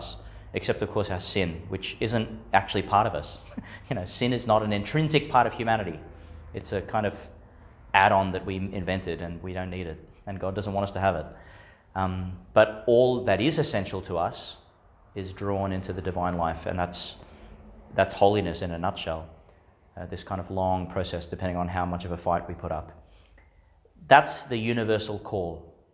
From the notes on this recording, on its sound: Homily for the Nineteenth Sunday in Ordinary Time, delivered in St Peter Chanel’s Church, Miriam Vale.